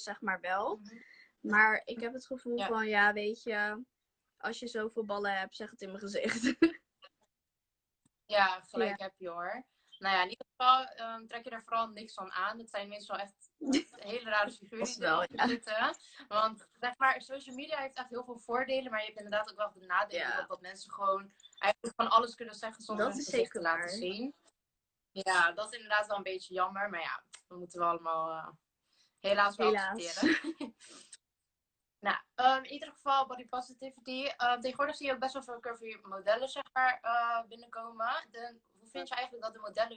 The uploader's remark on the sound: Instagram Live